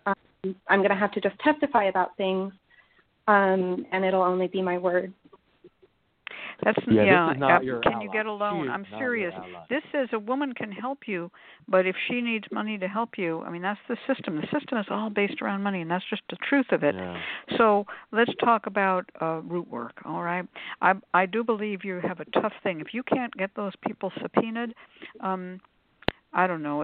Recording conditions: phone line